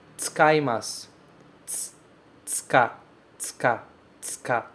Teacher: Esse u, ele quase não é pronunciado. A gente não fala normalmente tsukaimasu, tsukaimasu.